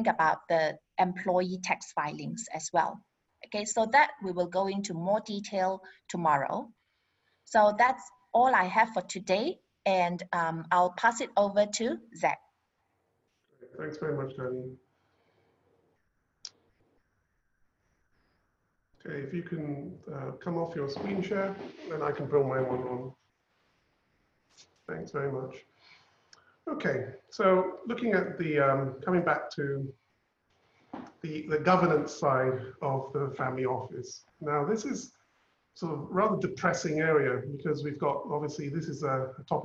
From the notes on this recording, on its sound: Webinar audio recording